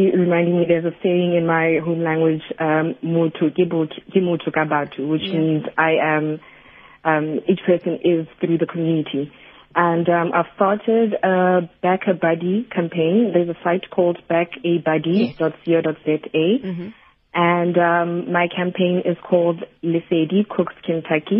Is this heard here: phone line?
yes